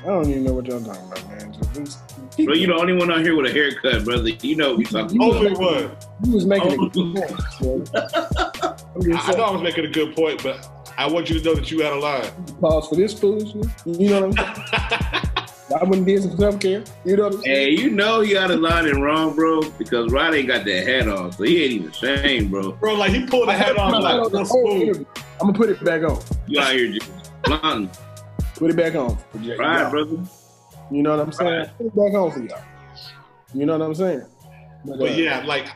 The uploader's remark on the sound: a special ZOOM edition of the podcast